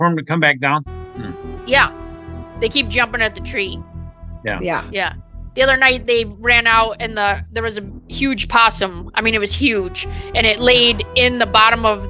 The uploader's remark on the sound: The end cuts off because I hit "end recording" quicker than I was ready